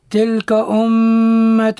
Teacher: الميم مشددة أي إظهار الغنة فيها